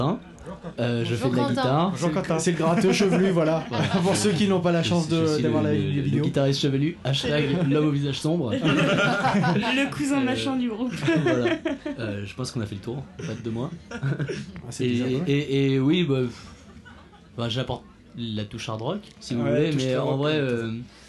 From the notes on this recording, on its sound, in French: L'Entrepod s'installe au Houppstock 2016. L'EntrePod s'est installé au Houppstock pour vous faire vivre le festival avec les artistes présents.